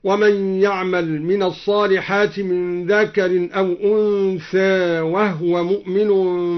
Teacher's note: قلل الدوري ألف أنثى وسكن الهاء من وهو